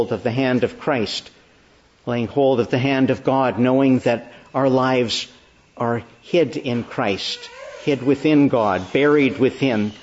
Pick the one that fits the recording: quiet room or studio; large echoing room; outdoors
large echoing room